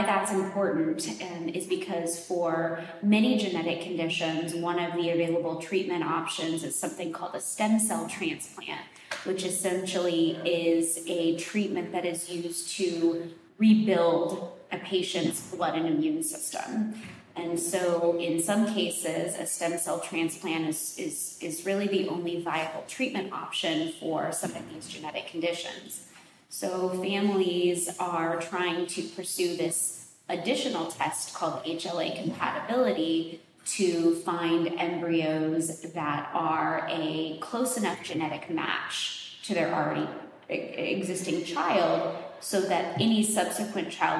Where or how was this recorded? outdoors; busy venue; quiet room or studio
busy venue